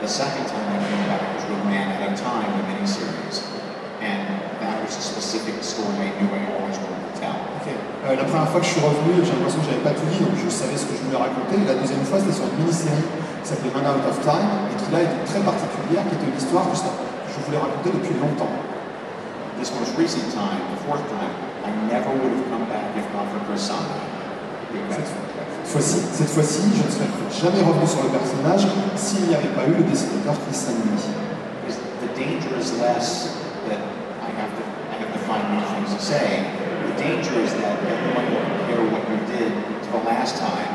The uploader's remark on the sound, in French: Conférence TGS 2017